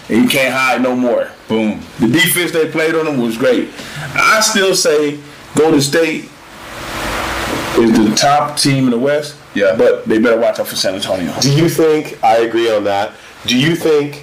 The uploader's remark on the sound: Squeeze their first guest into the studio without the appropriate number of mics. Audio quality aside.